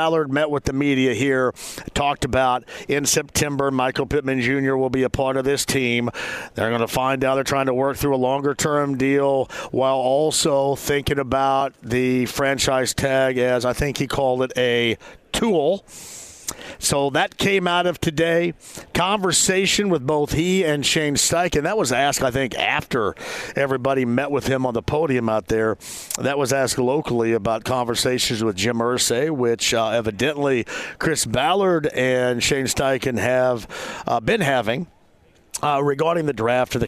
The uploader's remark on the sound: LIVE from the NFL Combine!